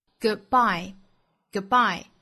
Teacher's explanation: Goodbye 中间的这个的发音我们做失去爆破或者喉塞音顿掉